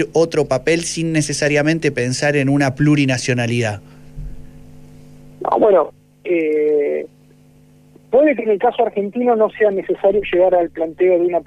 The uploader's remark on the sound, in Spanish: Entrevista telefónica